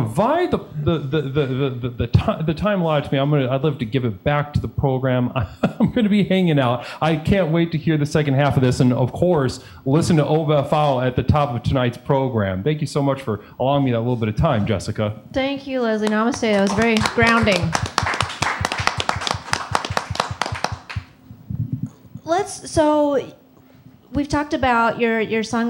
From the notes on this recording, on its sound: This episode was taped live at Cafe Mustache on May 10, 2023